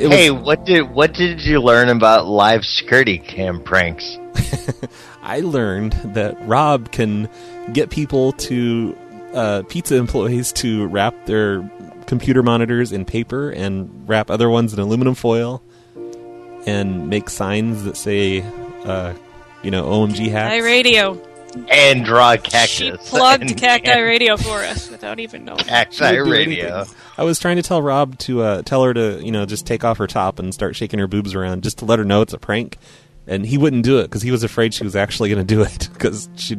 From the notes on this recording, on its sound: Prank Phone Calls Collection